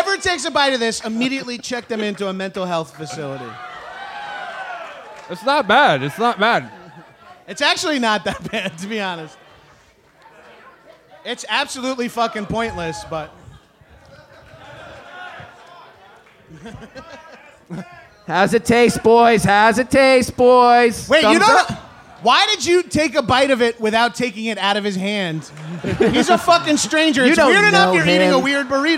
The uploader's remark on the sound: Live from SXSW.